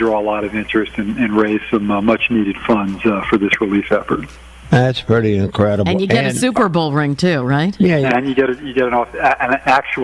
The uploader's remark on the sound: Checked in on the big show star phone.